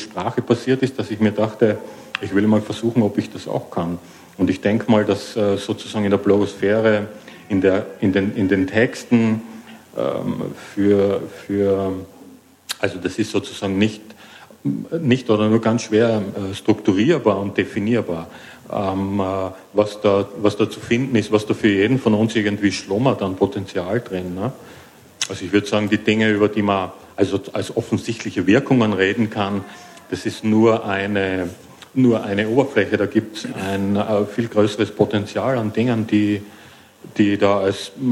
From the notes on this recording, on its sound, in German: Ein Live-Podcast von der re:publica 08 Konferenz in Berlin